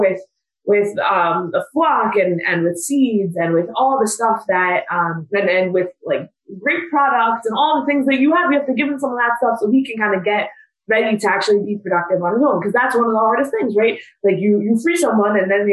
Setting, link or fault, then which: link, video call